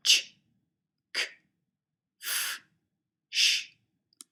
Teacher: todas las palabras acaban en un sonido sin voz, como ch, k, f, sh. Con estos sonidos no usas tu voz